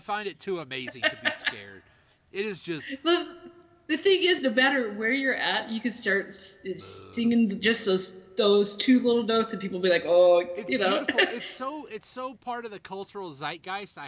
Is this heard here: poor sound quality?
yes